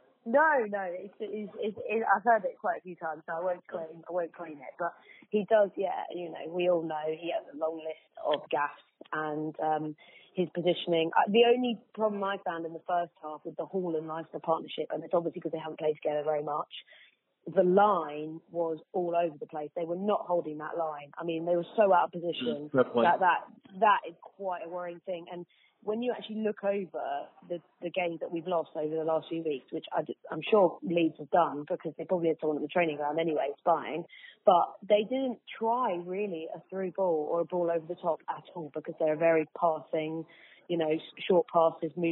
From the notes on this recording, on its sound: have a chat on the phone in this mini-podcast